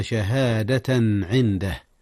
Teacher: أظهر التنوين قبل العين، والعين من أحرف الحلق من أحرف الإظهار